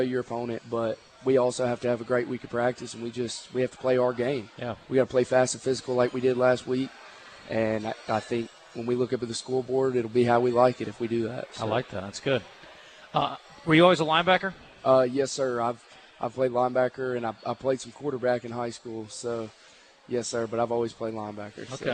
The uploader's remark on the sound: live from Walk-Ons Sports Bistreaux in Conway